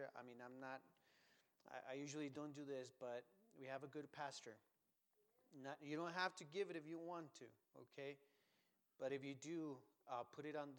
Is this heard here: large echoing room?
yes